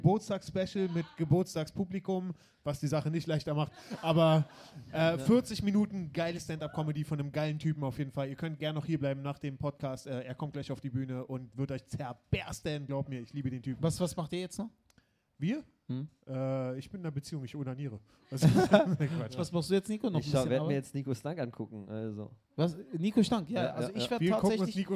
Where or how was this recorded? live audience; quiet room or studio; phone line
live audience